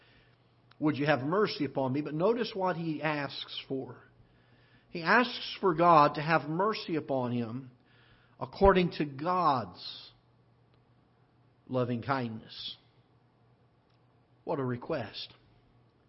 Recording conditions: large echoing room